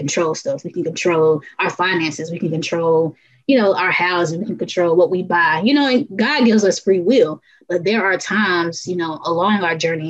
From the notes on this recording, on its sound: This episode was recorded with Zoom, so if the audio sounds funky, weird, or lags- that's what it is. Your host edited the episode to the best of her ability, but some things with Zoom just don't change.